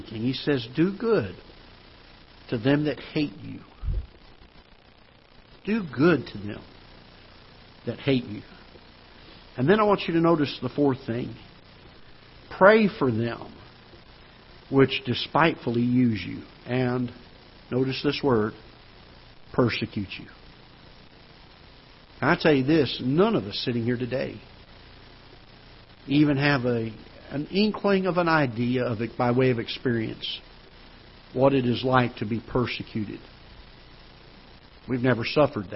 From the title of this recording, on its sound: Ketha Heights Baptist Church ~ Live Broadcast